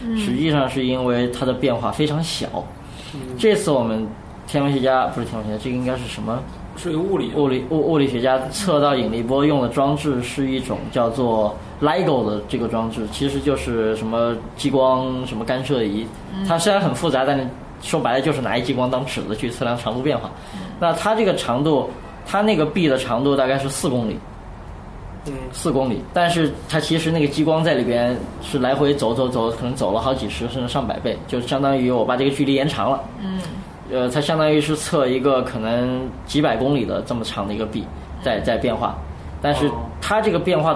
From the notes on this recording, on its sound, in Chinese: 本期节目为在张大妈办公区用录音笔录制，可能有街道上的杂音，请见谅。